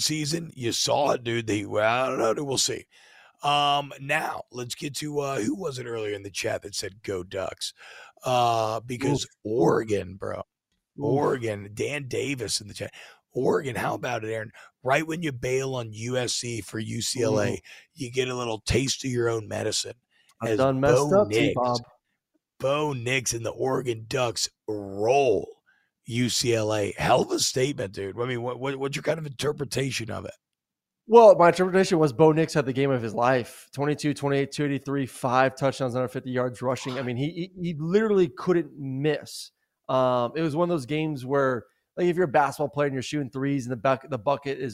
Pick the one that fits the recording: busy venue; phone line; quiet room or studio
quiet room or studio